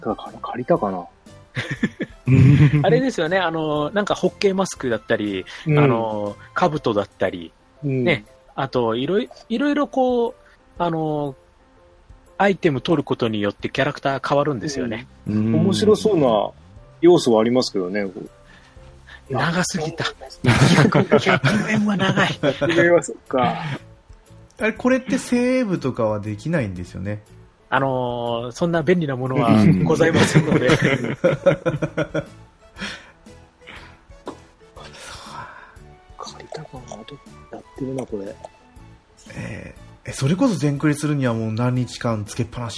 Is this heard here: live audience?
no